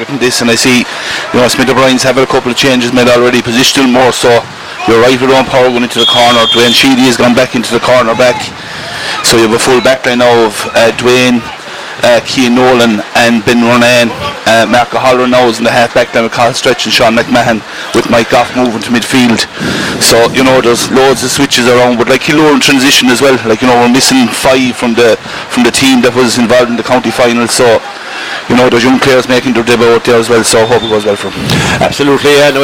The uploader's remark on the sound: Outside broadcast